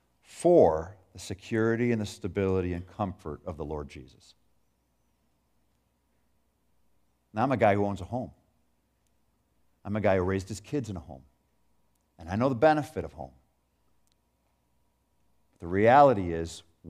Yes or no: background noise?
no